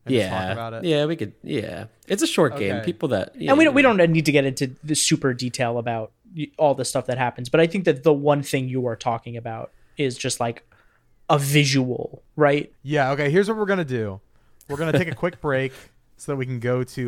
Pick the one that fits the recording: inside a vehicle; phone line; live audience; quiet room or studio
quiet room or studio